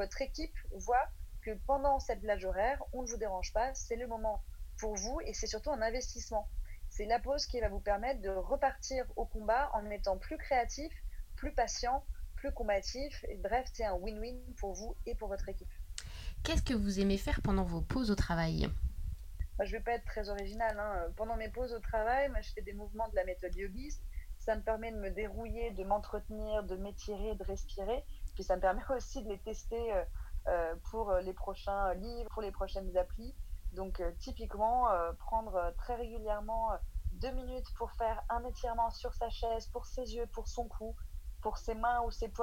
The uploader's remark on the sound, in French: enregistré à distance (confinement oblige)